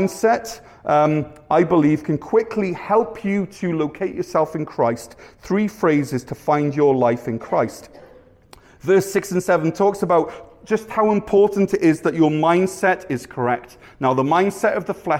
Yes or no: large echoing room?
yes